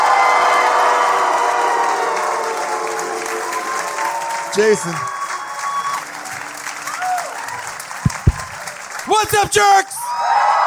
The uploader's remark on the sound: LIVE from Largo in Los Angeles